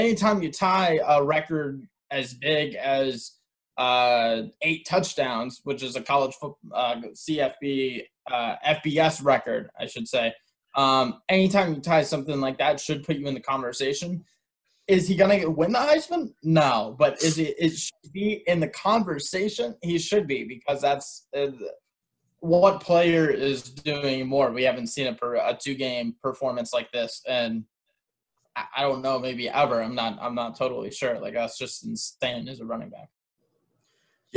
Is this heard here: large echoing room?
no